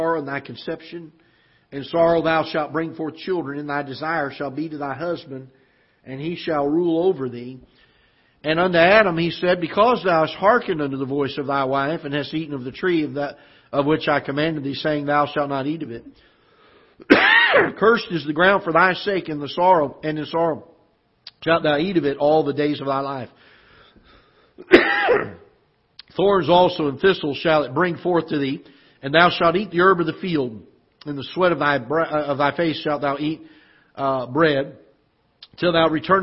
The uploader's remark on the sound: Ketha Heights Baptist Church ~ Live Broadcast